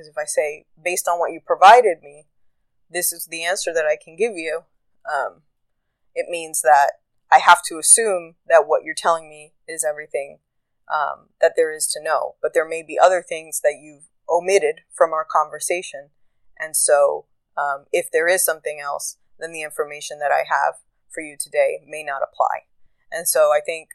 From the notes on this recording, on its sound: I used a new recording app so if sound quality blows on this it is what it is.